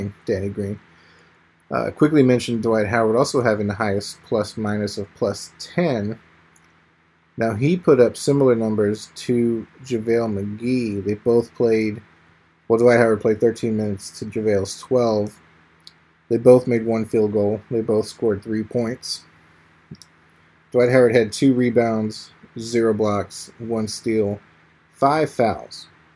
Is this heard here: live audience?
no